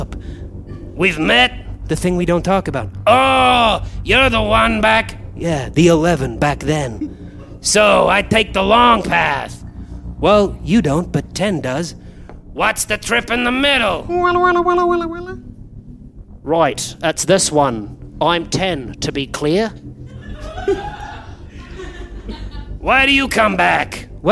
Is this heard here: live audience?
yes